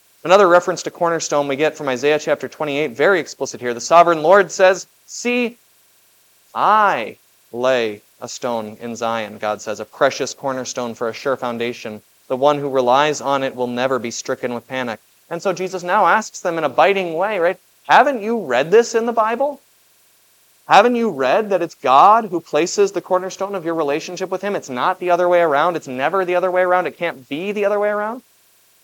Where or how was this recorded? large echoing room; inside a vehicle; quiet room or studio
large echoing room